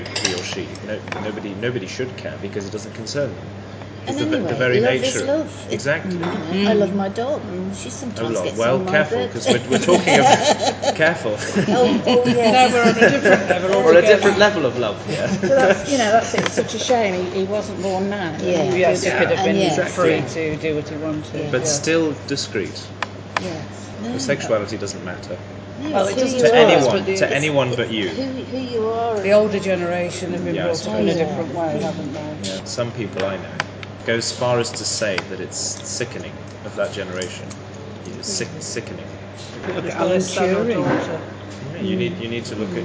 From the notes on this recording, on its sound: Record our daily breakfast conversation at Xcel Leisure Centre.